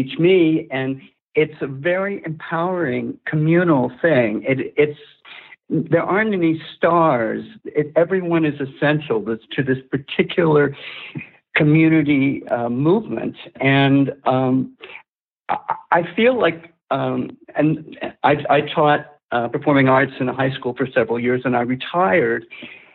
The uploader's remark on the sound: The Not Old Better Show, Artist Interview Series. Welcoming to The Not Old Better Show via internet phone.